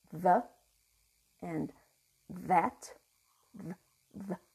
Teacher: This is a voiced dental fricative